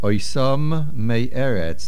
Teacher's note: The word oysam ends with a mem, and mei eretz begins with a mem. Make sure we hear both of them.